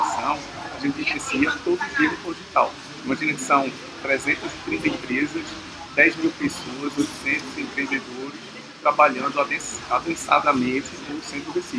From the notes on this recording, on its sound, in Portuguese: Direto do meio da Semana de Inovação. Gravado no meio do burburinho da Semana de Inovação. O som ficou um pouquinho prejudicado desta vez graças às belas fontes do pátio.